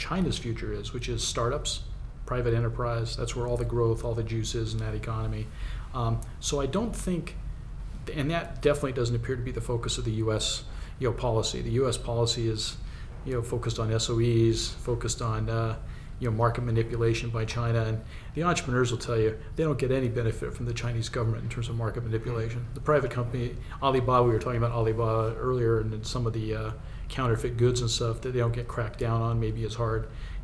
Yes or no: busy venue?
yes